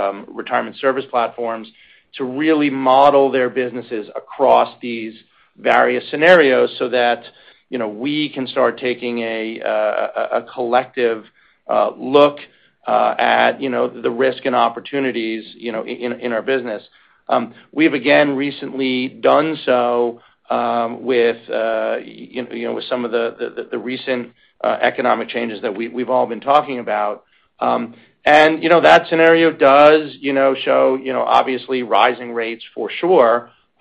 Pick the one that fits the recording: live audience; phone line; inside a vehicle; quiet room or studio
phone line